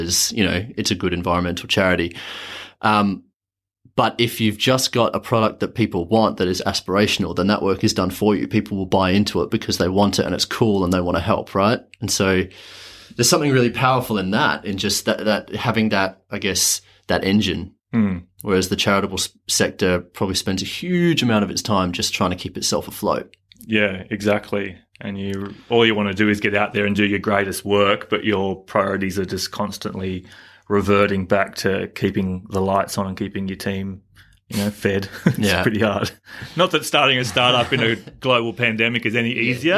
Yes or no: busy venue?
no